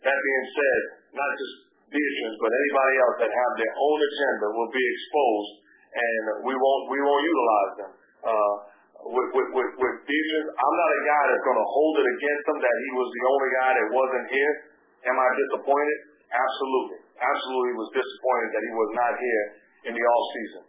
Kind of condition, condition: link, phone line